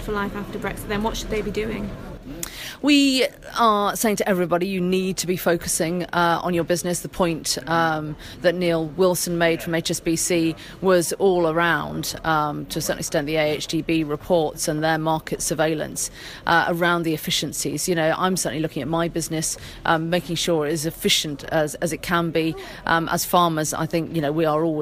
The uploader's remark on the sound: we we're at a Conference in Newark this week